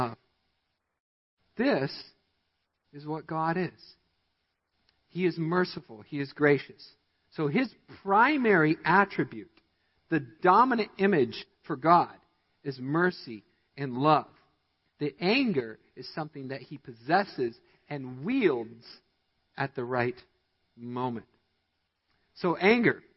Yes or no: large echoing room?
yes